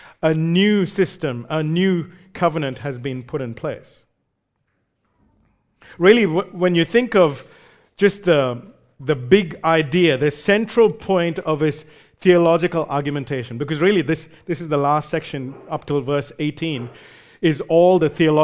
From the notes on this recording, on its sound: recorded live at Grace Community Bible Church